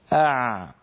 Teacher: لسان المزمار يعود إلى الخلف لما ننطق العين، مثلا نقول هكذا أع، رأيتم كيف رجع لسان المزمار أع، فهكذا لما يرجع لسان المزمار يتضيق المخرج فيخرج صوت العين الفصيحة سواء كان ساكنا أو متحركا.